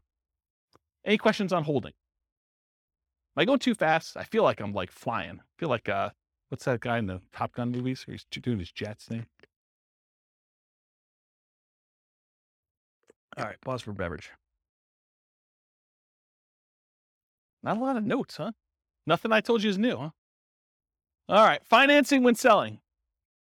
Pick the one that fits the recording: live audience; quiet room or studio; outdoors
live audience